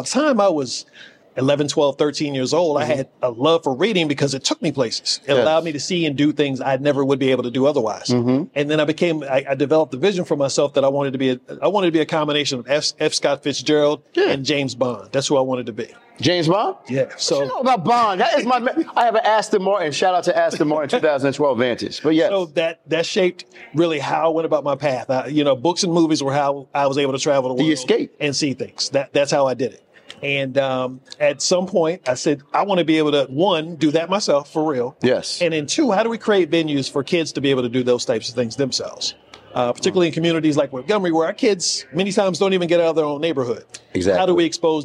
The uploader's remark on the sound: Broadcasting live from the prestigious National Alliance of Black School Educators (NABSE) Conference.